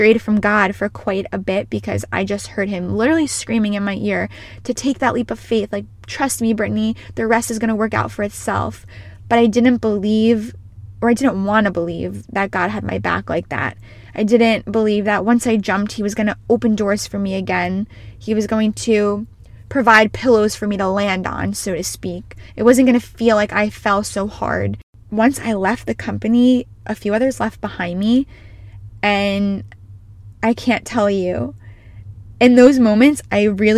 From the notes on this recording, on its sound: She is recording from her car